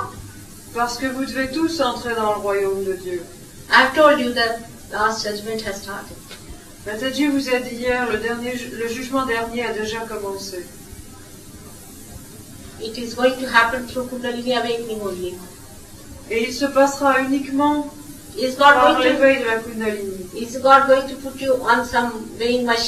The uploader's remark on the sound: At a Sahaja Yoga public program in Nice, France. With French translation.